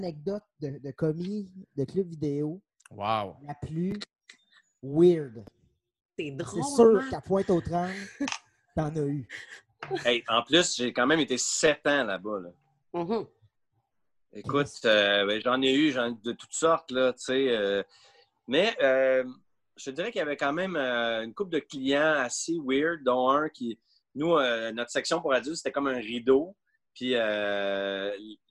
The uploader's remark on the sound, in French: La classe a eu lieue sur Zoom.